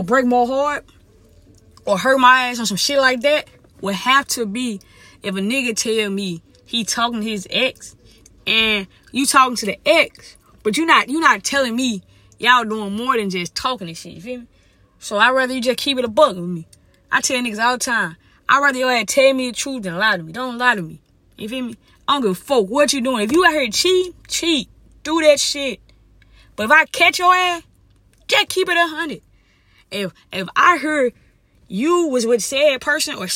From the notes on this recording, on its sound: Uncensored Parked Car Conversation.